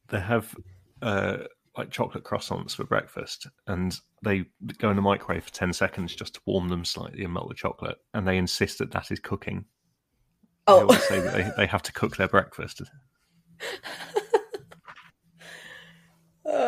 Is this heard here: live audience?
no